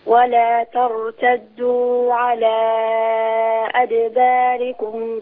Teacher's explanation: ما تزوديش عن حركتين هنا مد طبيعي